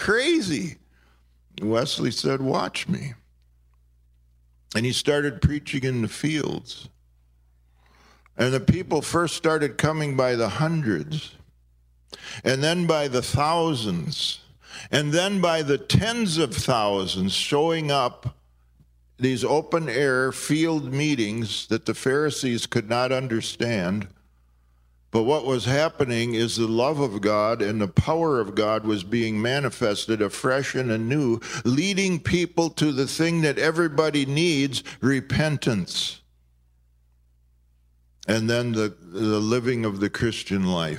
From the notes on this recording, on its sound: This podcast was recorded in Maplewood, MN during the 2019 IAHM (International Association of Healing Ministries) at Redeeming Love Church.